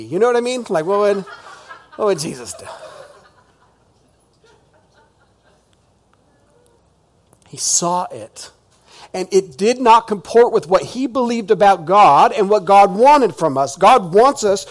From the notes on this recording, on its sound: This is audio ripped from the Live Service video.